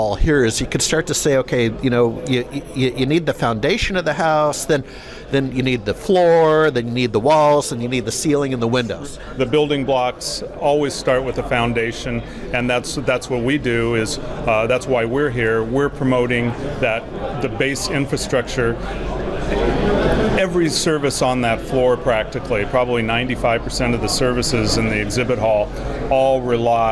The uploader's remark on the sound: At the RSPA Conference.